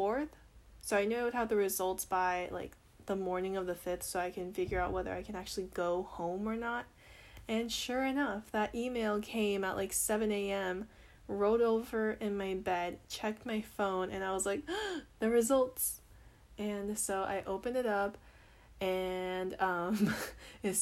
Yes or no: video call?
no